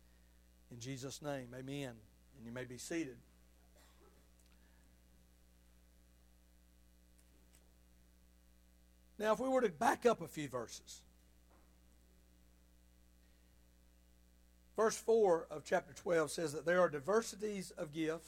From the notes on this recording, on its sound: Sunday Morning sermon. At Liberty Baptist Church in Tifton, GA.